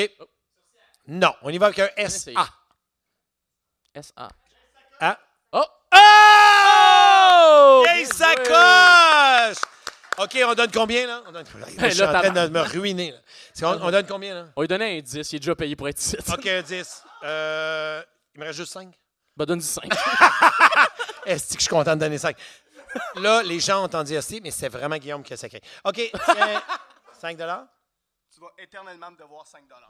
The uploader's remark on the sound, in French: Live au Minifest. Une discussion d'environ 2 heures devant public. Je perds souvent le contrôle du public.